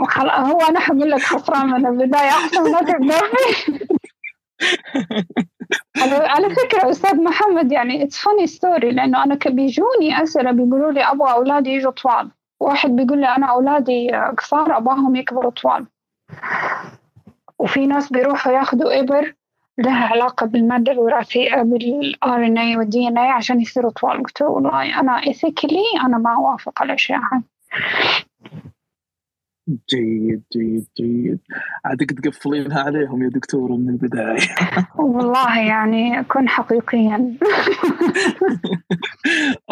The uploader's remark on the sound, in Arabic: تسجيل لمساحة ابن رشد الأسبوعية على منصة تويتر